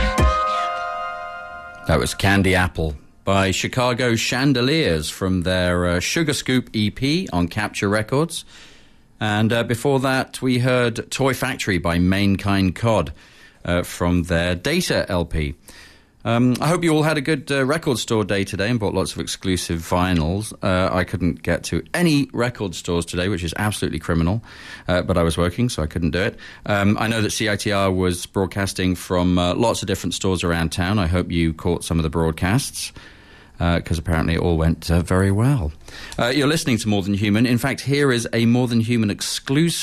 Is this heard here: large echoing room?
no